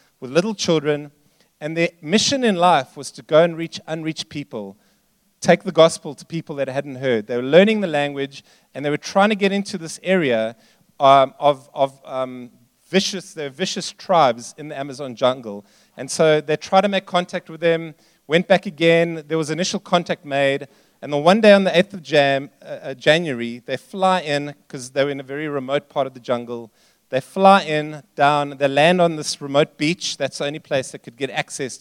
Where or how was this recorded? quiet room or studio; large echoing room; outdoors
large echoing room